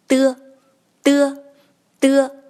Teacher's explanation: 我们的气流是不颤动声带从口中爆破 · Term: 舌尖中音